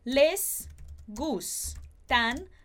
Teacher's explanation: Lembrando que esse A, ele vai ser aberto, tá? E esse N a gente separa ele um pouquinho mais.